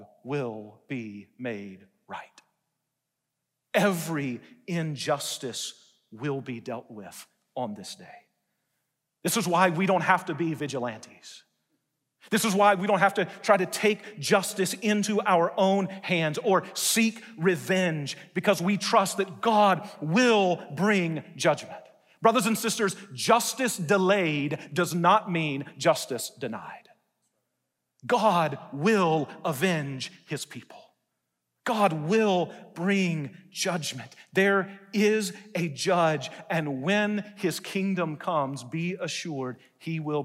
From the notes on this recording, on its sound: Delivered a message in #SWBTSChapel.